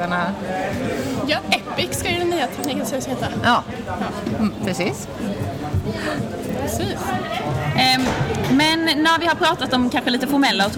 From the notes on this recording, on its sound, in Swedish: Andra avsnittet av tekniktjejer spelas in live under Science City lördagen den 22/10.